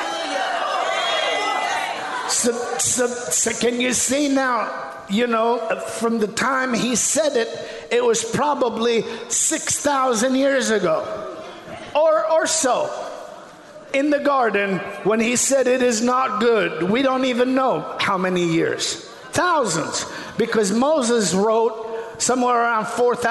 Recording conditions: large echoing room